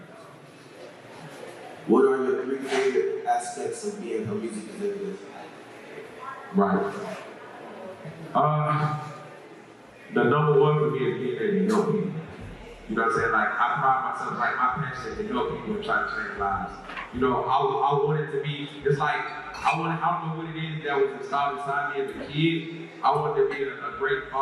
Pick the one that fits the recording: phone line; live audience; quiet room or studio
live audience